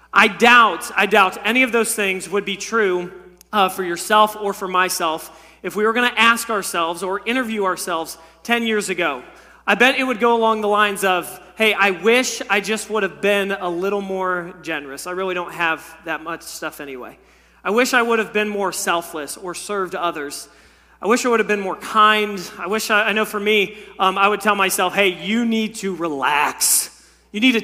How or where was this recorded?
large echoing room